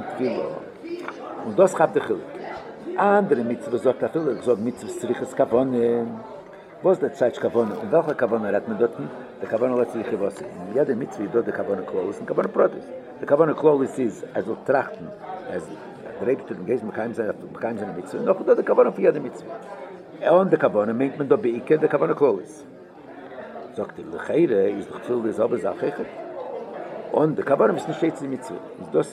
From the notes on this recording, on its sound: Live Shiur